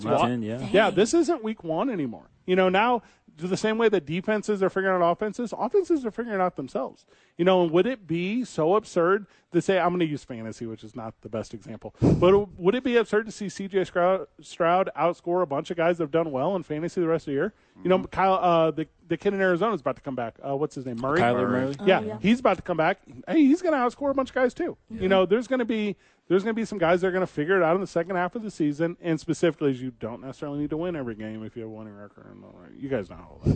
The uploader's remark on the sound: live from the Albuquerque Dukes Store